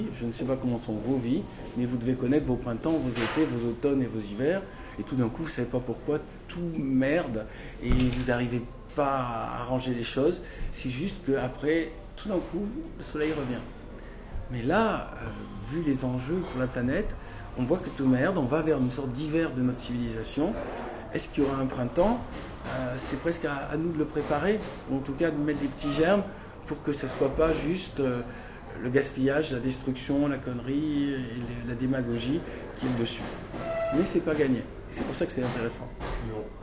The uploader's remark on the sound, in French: C'est vraiment très brut : avec les bruits ambiants, les coupures et digressions.